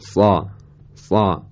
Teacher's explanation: اگر سین رو با عین تا حدی قاطی بکنیم اون حالت درشتی و به اصطلاح تفخیم و اطباق پیش میاد و حرف صاد به دست میاد.